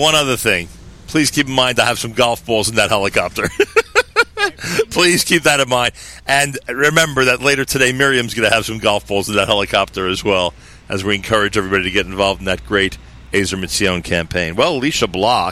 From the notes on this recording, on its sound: Live from The Pizza Block in Riverdale, NY.